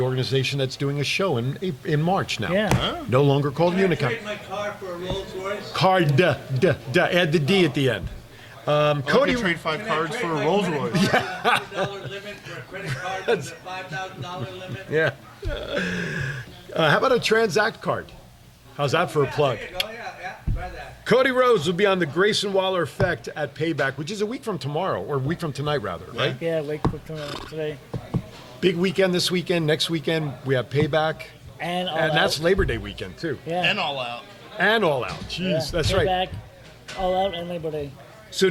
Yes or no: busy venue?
yes